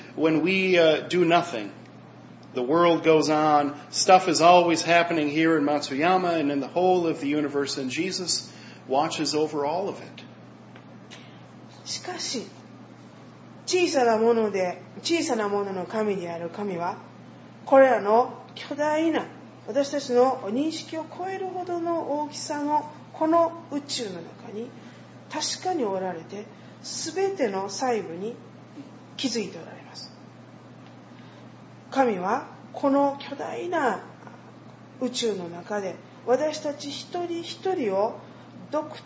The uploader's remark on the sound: was preached at Matsuyama Kyokai (Mastuyama Church), in Matsuyama, Japan